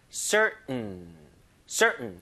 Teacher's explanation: 이게 이제 성문 폐쇄음이라 부르는데 T 발음이 완전히 죽어서 목구멍에서 응 이런 소리 나요.